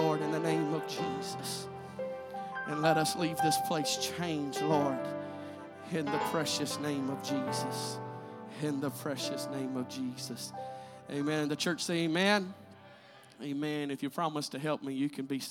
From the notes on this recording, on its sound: This is a recent sermon preached at Truth Apostolic Church in Madisonville, KY.